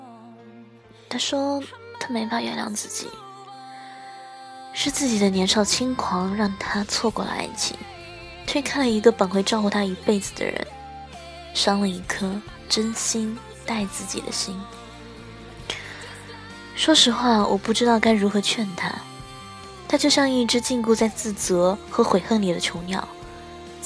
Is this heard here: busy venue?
no